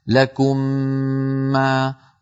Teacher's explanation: فندغم الميم الأولى في الثانية فيصير النطق هكذا لكم ما، وتكون الغنة أطول ما تكون أكمل ما تكون · Term: الإدغام